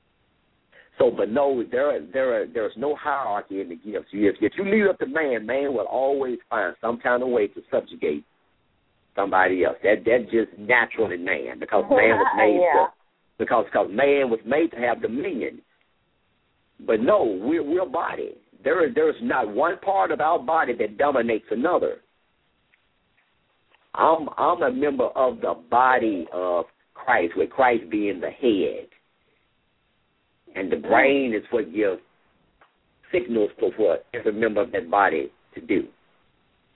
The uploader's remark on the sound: LML uses a progressive live call in format.